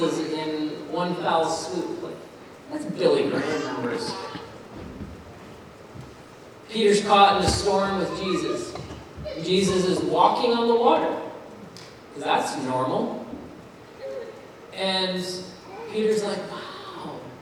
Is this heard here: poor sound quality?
yes